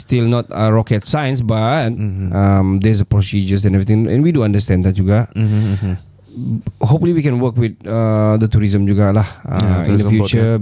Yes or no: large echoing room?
no